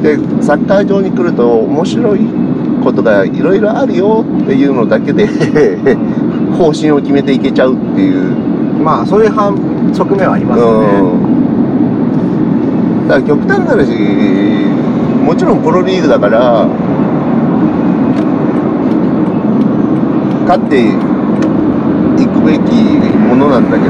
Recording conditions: inside a vehicle